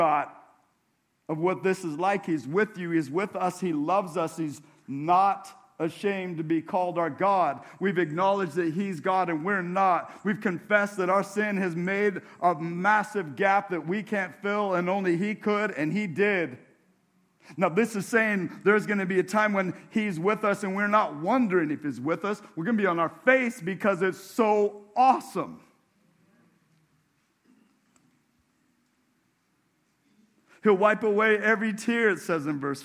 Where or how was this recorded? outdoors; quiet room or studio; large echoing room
large echoing room